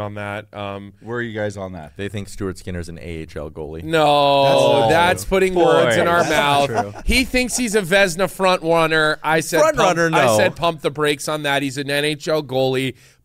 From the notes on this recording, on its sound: live from the Seagram's VO Whiskey Studio at Sponsorship X in Toronto